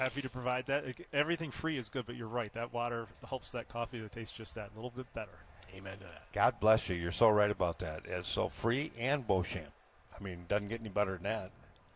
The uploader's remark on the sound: Live From the Novi Home Show